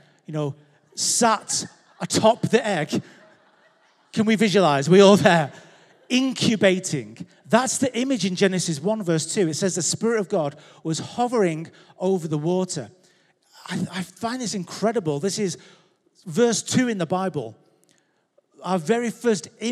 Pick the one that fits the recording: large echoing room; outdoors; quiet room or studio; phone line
large echoing room